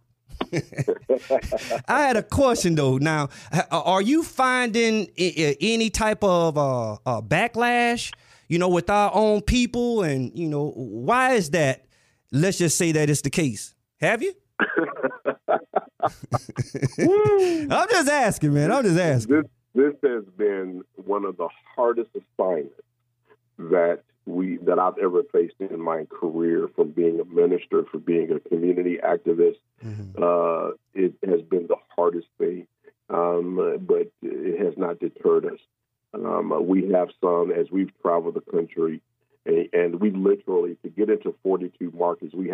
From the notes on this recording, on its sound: We also had a special guest call